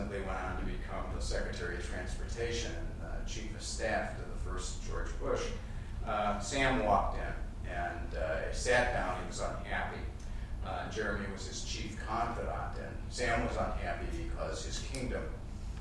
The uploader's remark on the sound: Crime in Law and Literature Conference Plenary Talk and Panel. At the University of Chicago Law School.